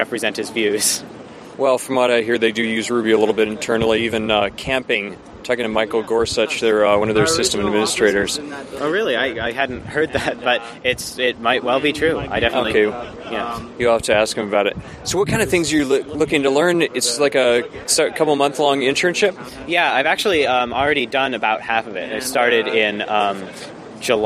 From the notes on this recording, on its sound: From the RubyFringe conference in Toronto.